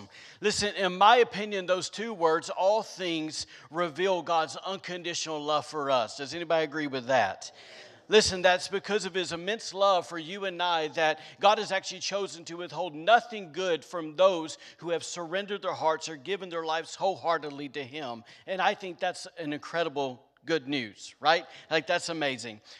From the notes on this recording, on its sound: recorded on Sunday, September 26th, 2021, during service at The Anchor Church in Rockport, Maine.